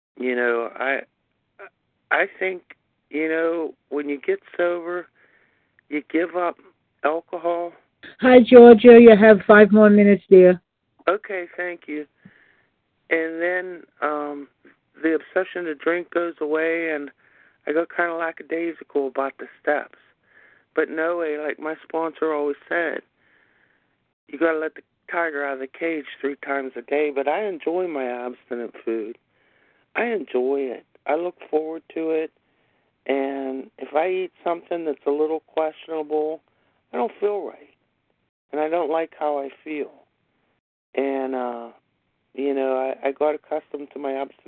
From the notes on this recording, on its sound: 100 Pounders Phone Meeting